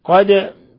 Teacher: قلقلة الدال بسبب أنها من حروف قطب جد وبسبب سكونها